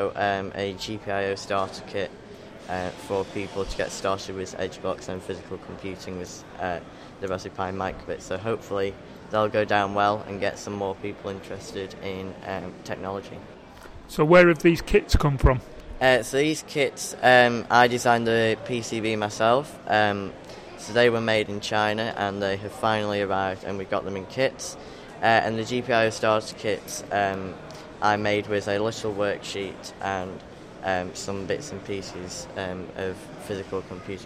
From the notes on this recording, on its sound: short interview recorded at this year's Liverpool Makefest